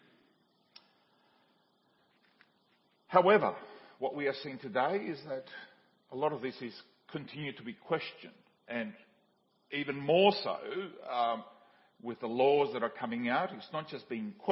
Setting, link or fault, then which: setting, large echoing room